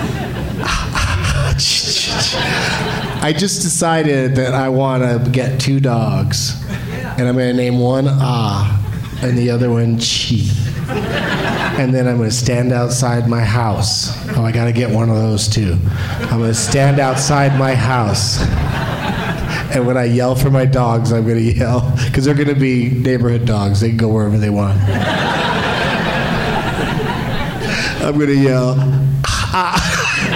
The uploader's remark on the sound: Live from Wise Guys in Salt Lake City